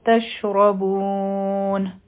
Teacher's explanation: تشربون را به غټه وایو